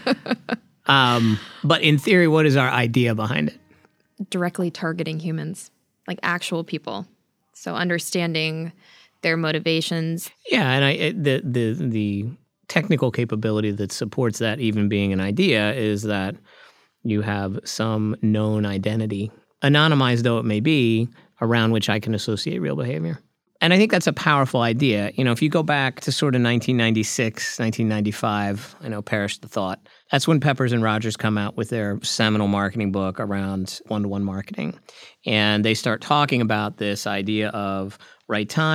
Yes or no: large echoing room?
no